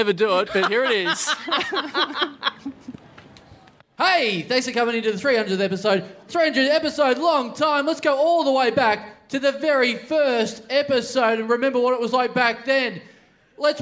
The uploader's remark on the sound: Recorded LIVE at The Croxton, Thornbury on June 25th, 2016.